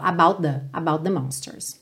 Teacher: about the vai soar um T só.